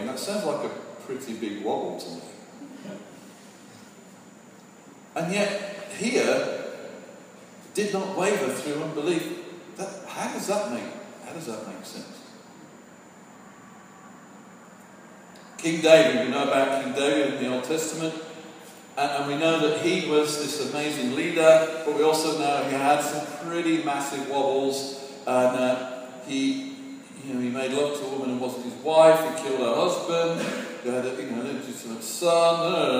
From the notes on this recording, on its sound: Sorry for the poor recording quality.